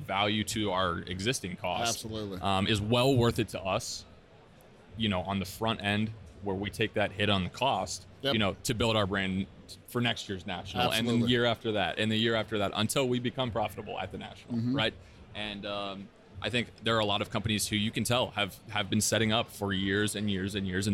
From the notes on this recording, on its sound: LIVE from the 2022 National. Recording straight from the 2022 National.